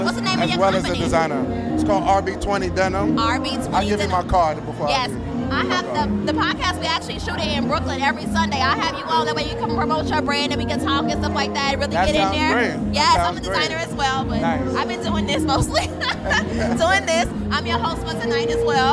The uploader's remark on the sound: LIVE from The FASHION 500 Gala. Short interviews with Honorees, Designers, and Fashion industry professionals!